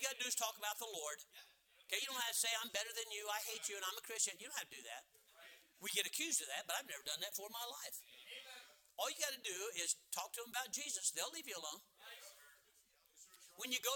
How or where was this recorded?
large echoing room